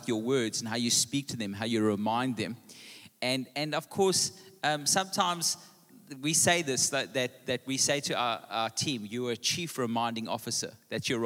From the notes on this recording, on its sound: Panel Discussion Table View PM. Recorded live on Sunday the 27th August 2023.